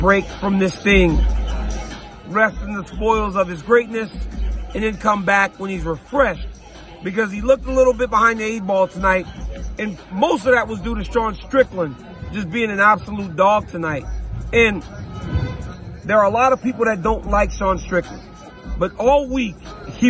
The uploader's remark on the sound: LIVE from the octagon in Sydney, Australia